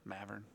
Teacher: there's a lot of people in Malvern who pronounce it without the L